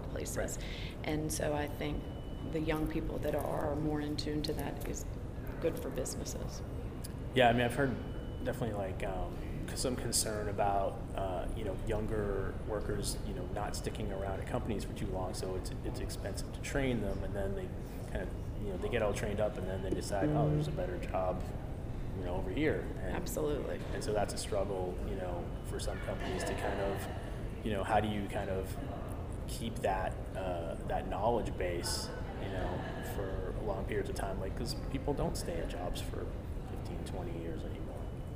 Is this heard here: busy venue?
yes